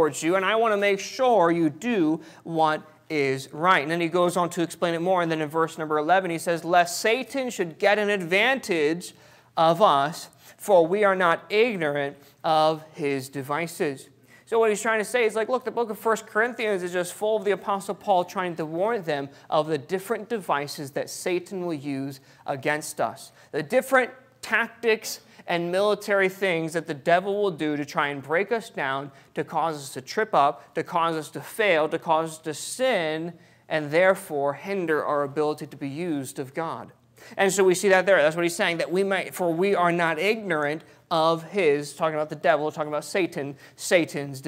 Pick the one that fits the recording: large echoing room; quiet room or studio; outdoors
large echoing room